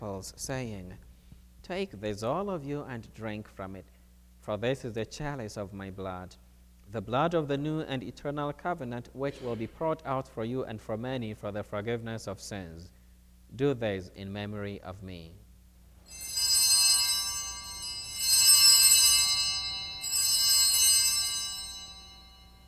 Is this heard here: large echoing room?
yes